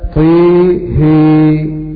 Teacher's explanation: طاء فيها الإمالة للمشار إليهم بصحبة وهم شعبة وحمزة والكسائي